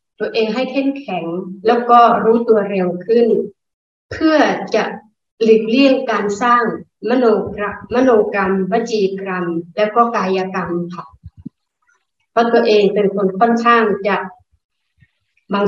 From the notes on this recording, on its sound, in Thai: คอร์สออนไลน์ (ผ่านโปรแกรม Zoom)